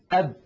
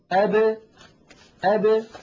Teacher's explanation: فهذه 5 يا إخوة خالفت القاعدة الأصلية، عند سكونها لا تخرج بالتصادم، يعني الباء إذا كانت ساكنة لا تقول العرب أب هكذا بالتصادم أب، وإنما يقولون أب أب، يعني يخرجونها بالتباعد بين طرفي عضو النطق هكذا أب أ ب ب، تبتعد الشفتان كأن الحرف متحرك مع كونه ساكن · Shown in: second take · Term: حروف القلقلة